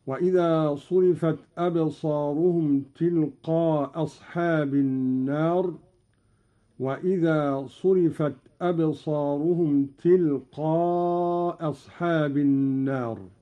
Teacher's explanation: قرأ قالون بإسقاط الهمزة الأولى، وله على هذا الإسقاط القصر والمد هكذا: وإذا صرفت أبصارهم تلقاء أصحاب النار، وإذا صرفت أبصارهم تلقاء أصحاب النار.